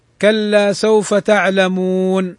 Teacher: جاز فيه 3 أوجه: القصر 2 حركات، والتوسط 4 حركات، والمد 6 حركات. فيجوز أن نقول على سبيل المثال: كلا سوف تعلمون 2 حركات، والتوسط 4 حركات، كلا سوف تعلمون، والمد 6 حركات، كلا سوف تعلمون. · Term: مد جائز عارض للسكون